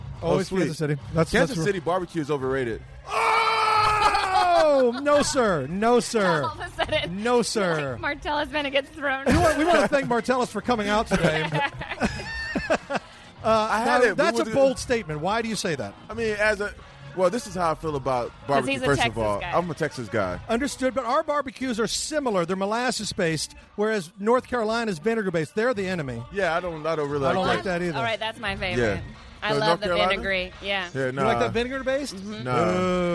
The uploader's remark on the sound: Live from Rams Preseason Game. LIVE from the Los Angeles Memorial Coliseum. For the Rams-Texans preseason tailgate party.